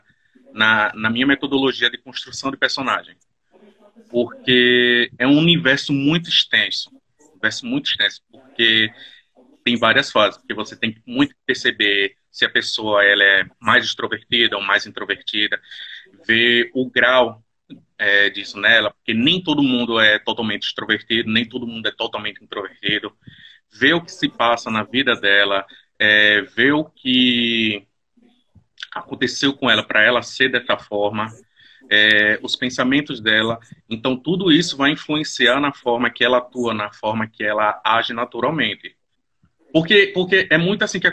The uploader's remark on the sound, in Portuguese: Este episódio surgiu de uma Live no instagram